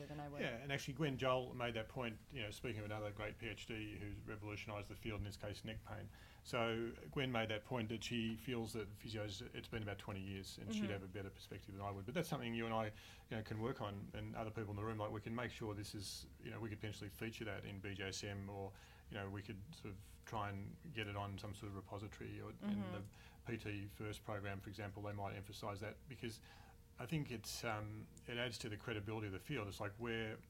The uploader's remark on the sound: Live from the Combined Sections Meeting in Anaheim, California